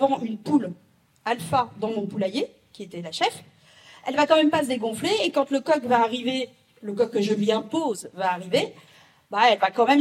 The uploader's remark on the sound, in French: lors de cette conférence donnée aux Rencontres des intelligences animales 2023